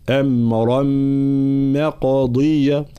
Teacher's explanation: قاف واضح مفخمة ومقلقلة